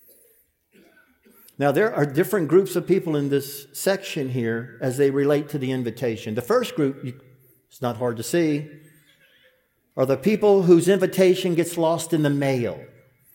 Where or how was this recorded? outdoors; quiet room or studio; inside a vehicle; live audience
live audience